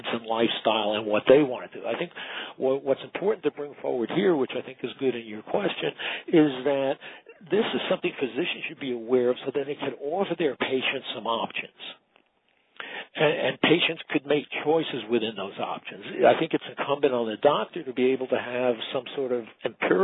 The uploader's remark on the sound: Author in the Room® Teleconference.